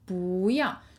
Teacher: So second tone, you do a little hop, and then you go 要.